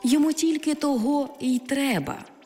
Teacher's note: у непрямих відмінках ці займенники зберігають свій наголос на другому складі, якщо їх вживають без прийменника